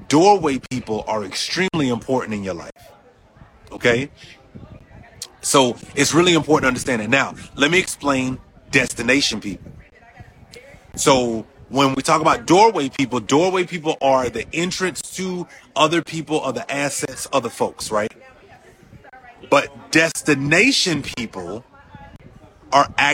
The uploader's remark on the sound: Recorded October 4th from Vegas at the Next Level Mastermind